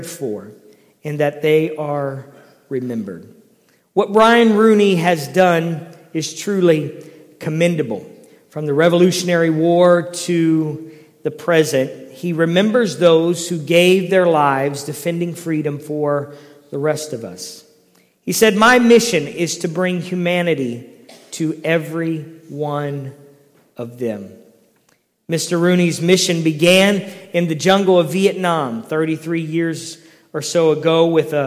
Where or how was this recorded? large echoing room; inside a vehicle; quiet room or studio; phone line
large echoing room